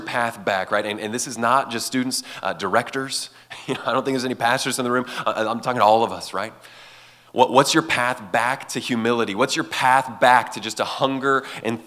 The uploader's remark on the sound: gave this message at Fall Conference 2023